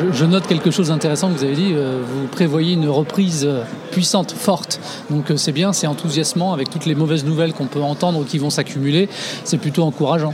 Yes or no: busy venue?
yes